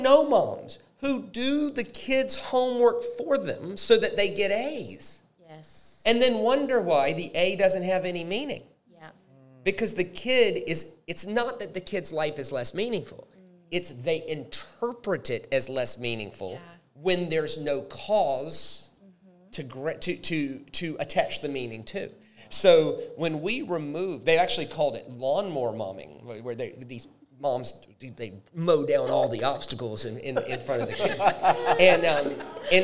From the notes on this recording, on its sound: A very special LIVE recorded episode